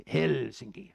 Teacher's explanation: In Finland, they roll the R's and they always pronounce the first vowel loudly and strongly